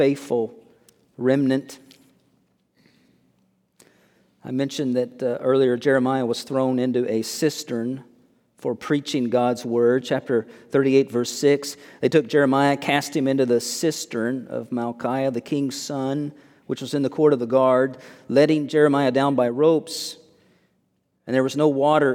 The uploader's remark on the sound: Originally recorded on 08/13/23 at First Baptist Church in Mount Washington, KY.